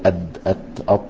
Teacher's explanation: الدال والتاء والطاء كلها 3 أحرف تخرج من مكان واحد اللي هو اصل يعني التقاء طرف اللسان مع اصول الثنايا العليا · Term: مخرجهم واحد